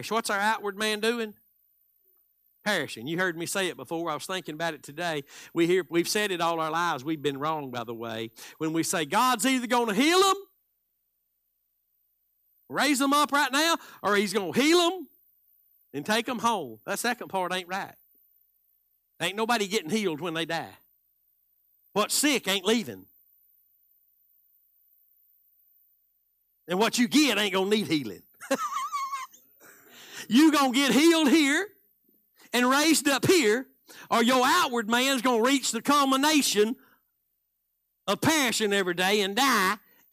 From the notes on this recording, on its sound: Live Wednesday Evening Service.